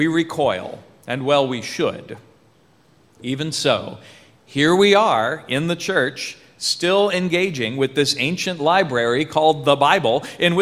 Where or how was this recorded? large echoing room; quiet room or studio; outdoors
large echoing room